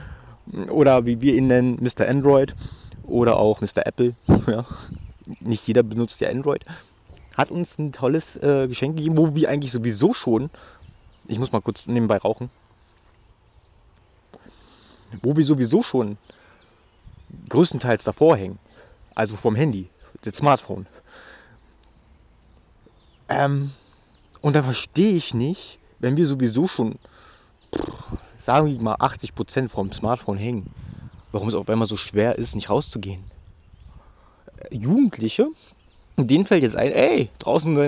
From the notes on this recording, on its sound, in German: Bitte Entschuldigt das Rauschen es war doch ziemlich windig.